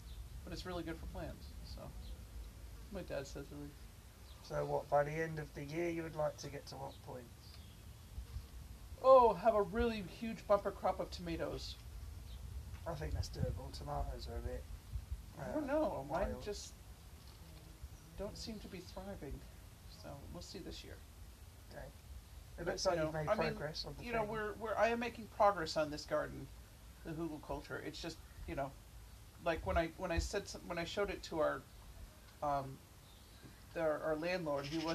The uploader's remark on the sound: In this episode the birds are making more noise than we were.